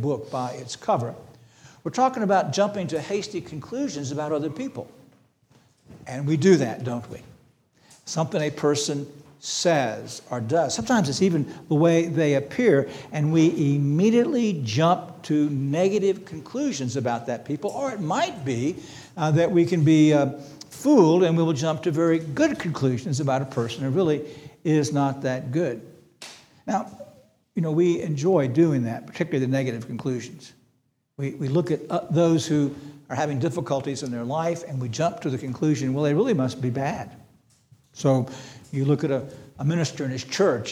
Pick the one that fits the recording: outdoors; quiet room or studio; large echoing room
large echoing room